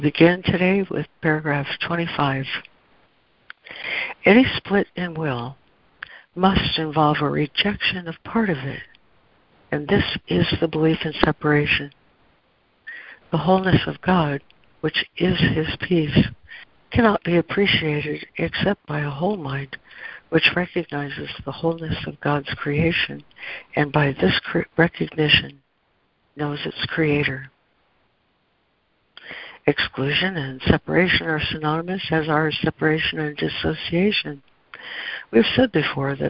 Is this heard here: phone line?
yes